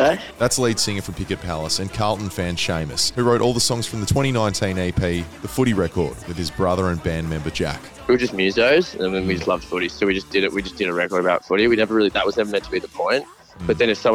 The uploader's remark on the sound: Live on the 27th of December at Shotkickers